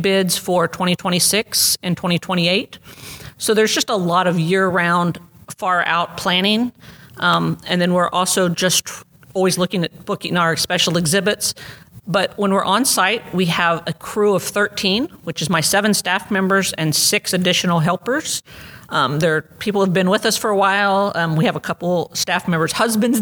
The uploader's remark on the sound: QuiltCon Atlanta 2023 - In the Aisle and Behind the Scenes. Attendees from around the world.